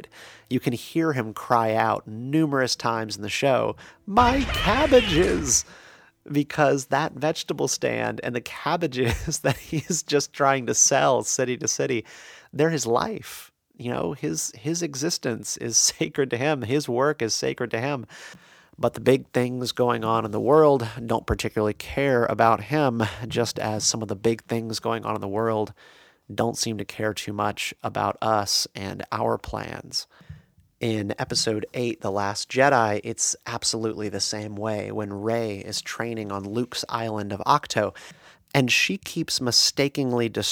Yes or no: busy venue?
no